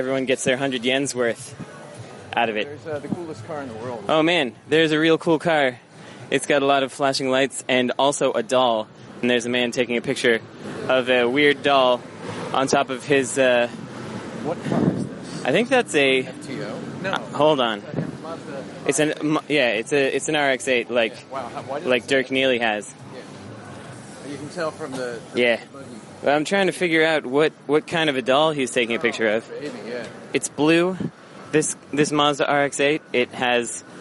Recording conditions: outdoors